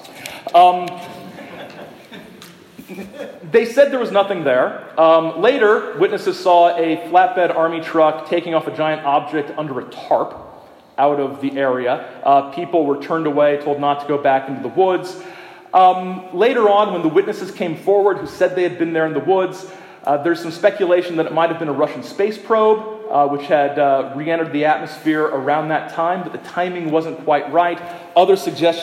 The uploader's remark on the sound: This is the talk I gave on September 30 at the 50th Anniversary Festival commemorating the Shag Harbour UFO Incident in Shag Harbour, Nova Scotia.